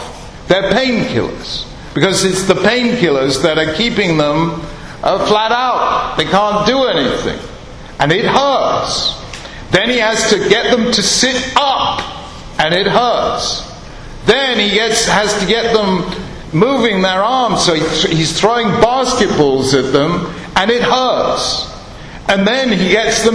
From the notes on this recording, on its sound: Ruth B. Wildes Memorial Lecture 2012. Wildes Memorial Lecture on 1st December 2012 at Yeshiva University.